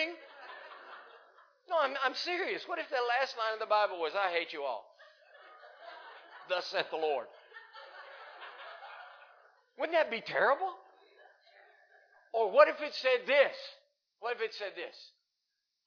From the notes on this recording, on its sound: Recorded live in Liberty Church in 2019